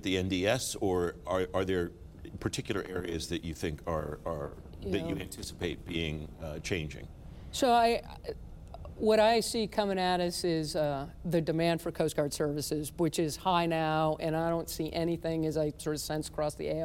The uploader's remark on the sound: In a special two-part interview from the WEST 2020 conference.